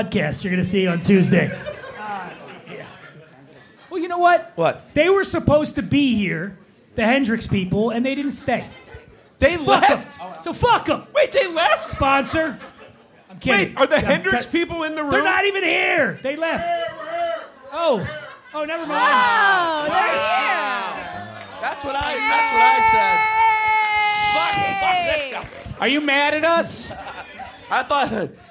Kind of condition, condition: setting, live audience